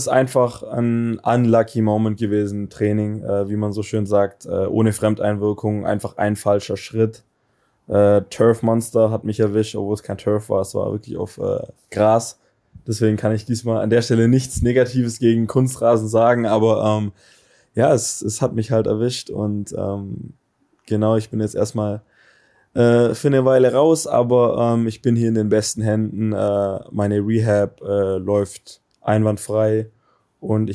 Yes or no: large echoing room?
no